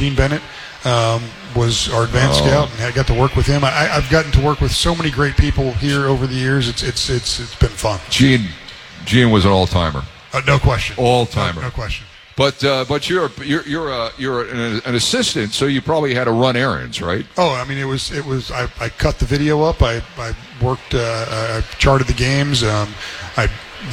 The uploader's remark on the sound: Live from Redsfest. Live from the Duker Energy Convention Center in downtown Cincinnati.